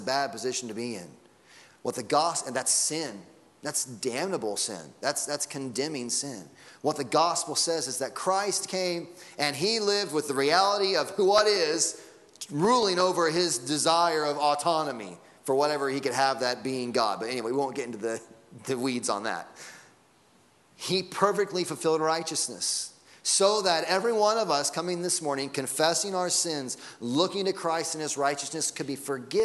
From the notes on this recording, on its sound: Sunday Morning Sermon Audio.